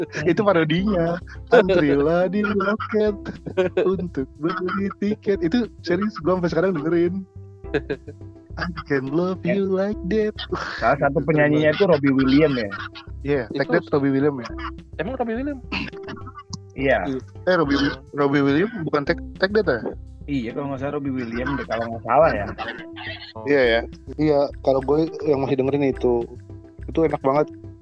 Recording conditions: drop-outs